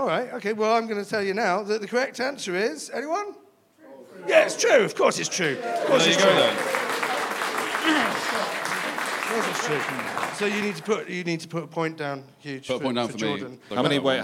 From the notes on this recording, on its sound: recorded in front of a live audience